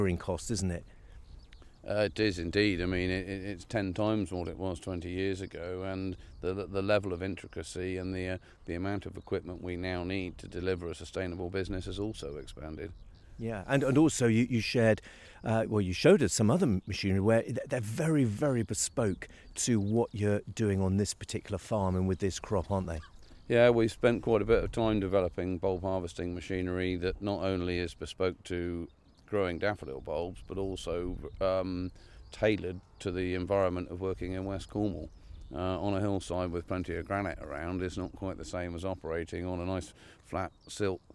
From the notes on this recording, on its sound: Live on Farm: Walking Fields of Gold in Cornwall.